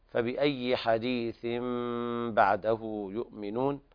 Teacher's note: الإقلاب وإتمام الغنة فيه